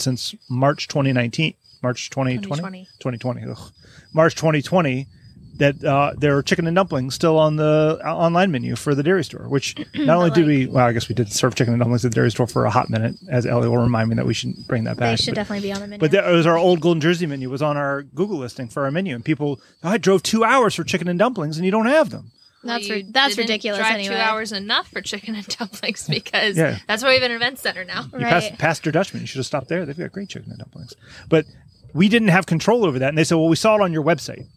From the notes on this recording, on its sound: Because we're proud midwesterners, we recorded this episode in person on a wagon in the middle of a cornfield.